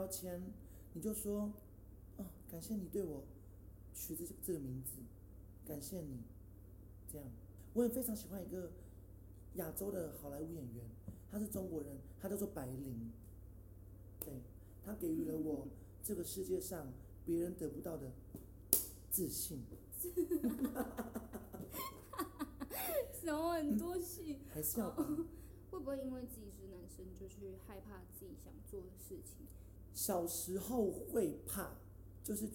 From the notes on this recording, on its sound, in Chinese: 音量上面會時而大聲時而小聲。整集也因為在開放空間錄製 聲音很小。